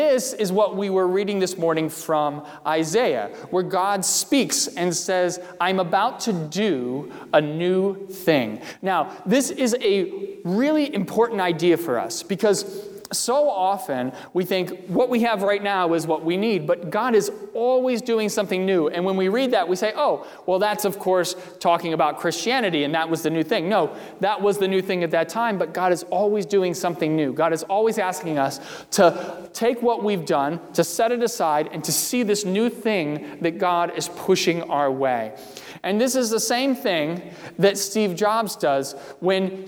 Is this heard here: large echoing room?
yes